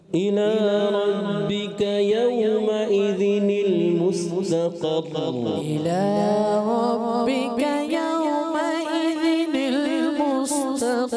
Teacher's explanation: تھوڑا سا را کو پکڑ کے رکھنا ہے، یعنی جلدی چھوڑنا نہیں ہوتا · Term: مشدد